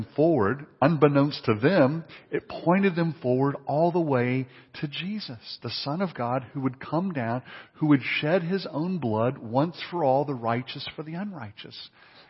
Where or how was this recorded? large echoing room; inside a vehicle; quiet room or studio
large echoing room